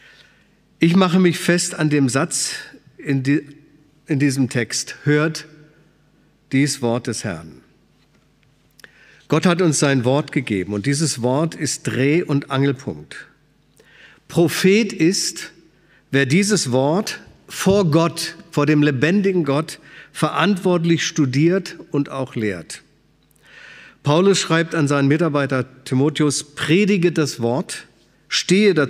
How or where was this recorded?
large echoing room